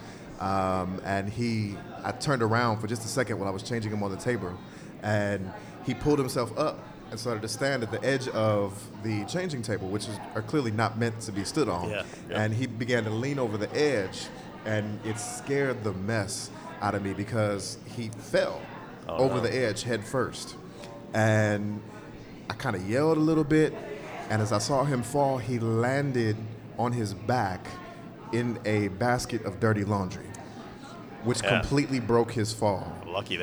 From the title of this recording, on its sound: Live at Cultivate